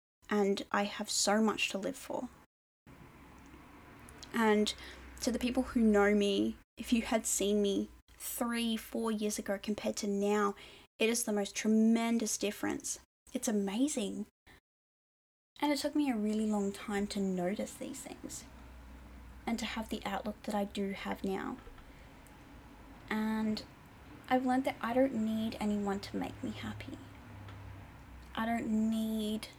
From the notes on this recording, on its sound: The audio will get better as my editing skills get better.